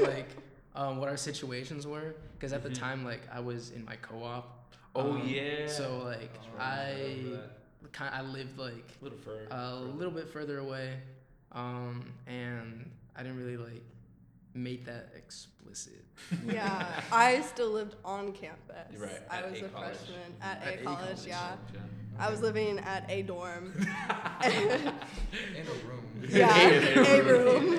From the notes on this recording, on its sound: Please excuse the echo, we are still hopping around recording locations.